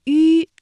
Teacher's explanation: 使舌面前部隆起，硬腭前部相对，声带是震动的，软腭上